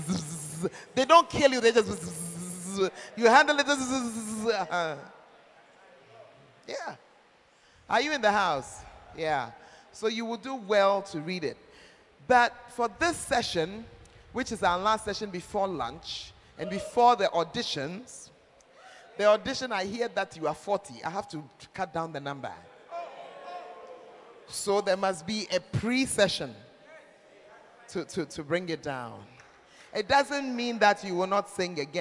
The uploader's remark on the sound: Preached At The 12 Foundations Of The Bacenta Camp